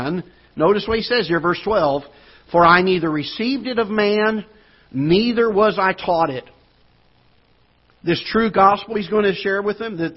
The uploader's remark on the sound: Ketha Heights Baptist Church ~ Live Broadcast.